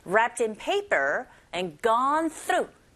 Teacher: Sacred healing 길게 발음하시고 food healing food wrapped의 t와 자음이죠. in의 e 모음이 연결돼서 연음 현상이 일어나기 때문에 귀에 들리는 소리는 wrapped in 이렇게 들릴 수 있겠죠